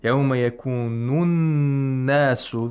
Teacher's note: The noon becomes mushaddad and you have to apply ghunna. So you have to apply ghunna for two vowel counts. · We have a sun letter after the alif lam. And nas, noon is a sun letter, so we should not pronounce the lam sakina. And also the hamzatul wasl is not pronounced because it's in the middle of the sentence, of the utterance.